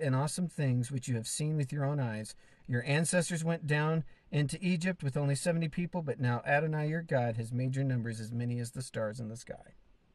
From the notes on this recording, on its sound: car in Southern Idaho's Mountains